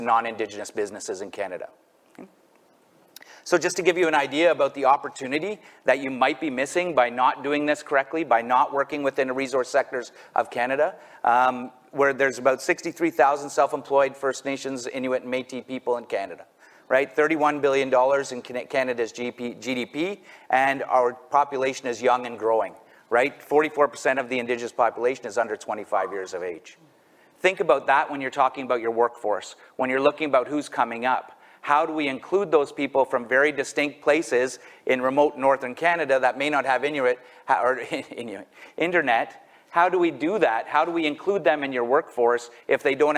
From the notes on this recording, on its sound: A Conversation from the 2023 Page Annual Conference. Our recent Annual Conference Panel.